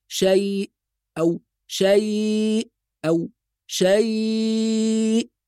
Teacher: كلمة شيء لما نقف عليها لازم نراعي فيها المد، وهذا يسمى مد عارض للسكون، يعني ممكن يمد بمقدار حركتين أو أربعة أو ست حركات